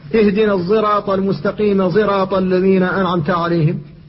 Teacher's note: الصاد المشمة زايا، الصاد التي فيها صوت الزاي